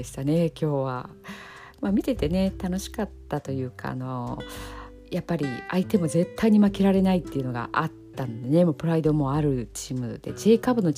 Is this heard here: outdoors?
no